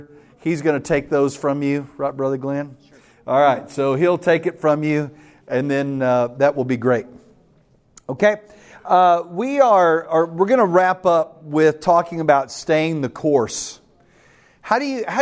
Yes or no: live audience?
yes